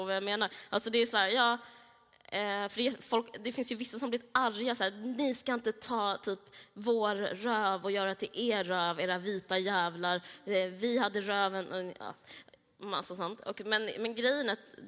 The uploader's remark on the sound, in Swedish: Live från Kulturhuset